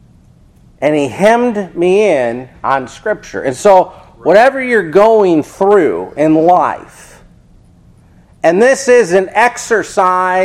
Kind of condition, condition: setting, large echoing room